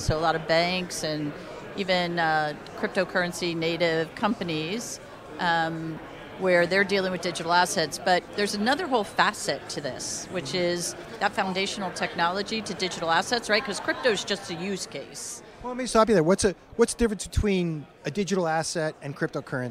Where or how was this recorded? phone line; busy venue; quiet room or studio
busy venue